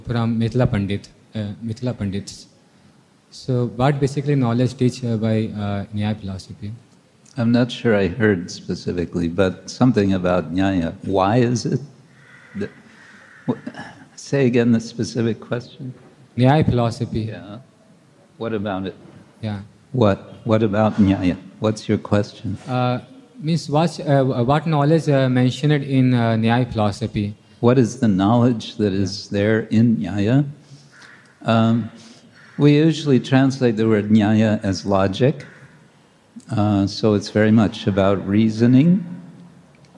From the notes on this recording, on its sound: Lecture from ISKCON Juhu temple